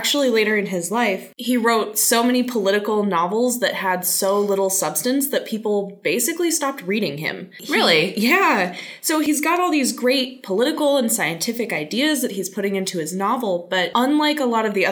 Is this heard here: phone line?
no